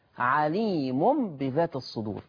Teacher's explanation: ده أنت مسكت التنوين ومسكت النون وحولتهم أو قلبتهم لميم. عشان كده سموه إقلاب، إنك بتقلب من حرف لآخر، قلبت النون الساكنة والتنوين إلى ميم.